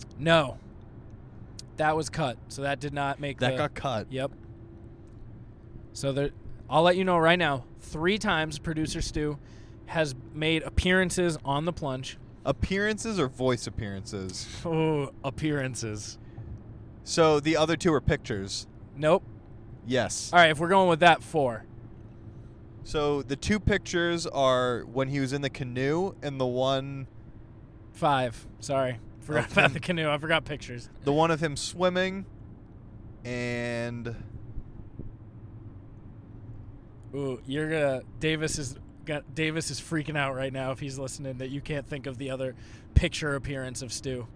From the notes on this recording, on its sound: Car ride convos live from the road on their way to the Inner Circle Meetup.